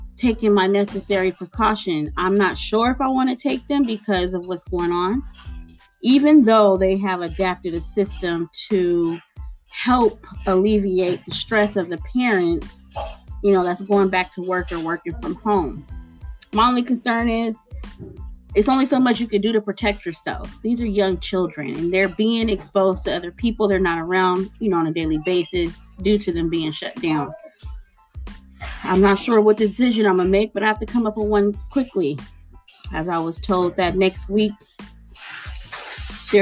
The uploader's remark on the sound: All noises are aloud on this episode.